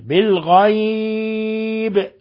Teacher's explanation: ولما نقف على الباء، على الباء من لفظ بالغيب، نقلقل الباء لأننا نقف عليها بالسكون وهي من حروف قطب جد فتقلقل